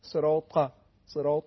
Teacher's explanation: صفت انطباق داره، منطبق شدن بخشی از سطح زبان با سقف دهان، با کام دهان. ببینید صراط، صراط، بالاخره با ت تفاوت داره صراط.